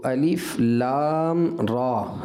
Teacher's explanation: لام میں جو ہے مد لازم حرفی مخفف ہے لہذا اس میں بھی آپ کو مد کی مقدار پورا کرنا چاہیے تھا